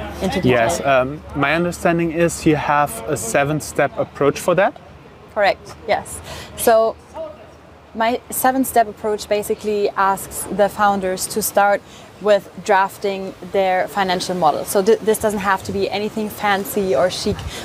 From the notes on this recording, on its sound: This interview was recorded outside of the EU Startups Summit 2023 on April 20th in Barcelona.